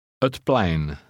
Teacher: The P sounds like a cross between P and B.